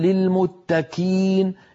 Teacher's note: لما ينطق القاف المكسورة يأتي بها قريبة من الكاف، يعني ليس الموضوع موضوع تفخيم وترقيق، نقل للمخرج من مكان إلى مكان.